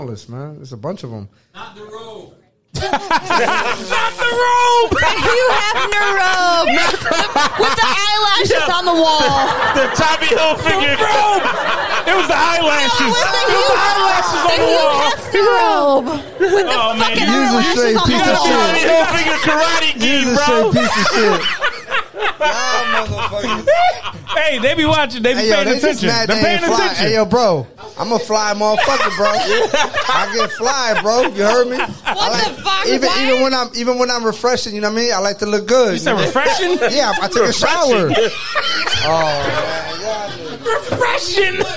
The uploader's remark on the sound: We recorded our podcast with a live audience at Central Square in Waterbury CT. The crowd was amazing and even joined in on some of the action (apologies in advance for some of the audio when the crowd was speaking).